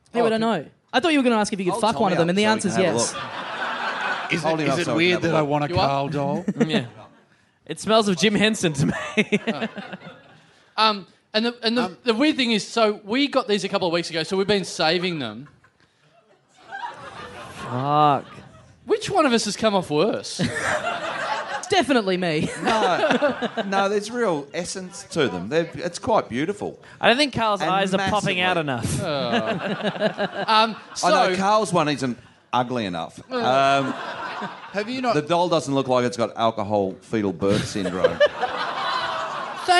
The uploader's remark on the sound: Recorded LIVE at The Rhino Room in Adelaide on February 13, 2016.